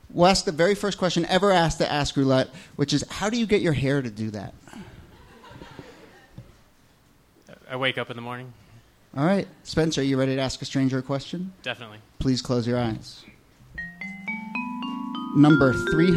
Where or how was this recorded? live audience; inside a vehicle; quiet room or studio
live audience